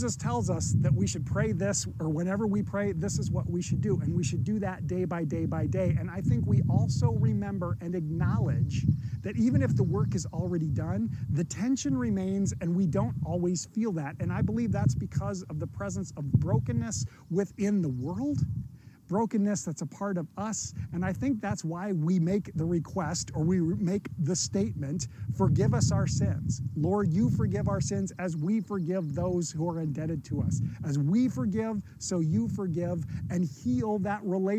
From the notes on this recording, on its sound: This sermon was recorded outside and occasionally wind ruffles across the mic.